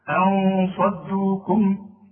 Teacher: وخد بالك من الصاد ده بدون تشديد، مش مشدده زي الادغام · Term: الاخفاء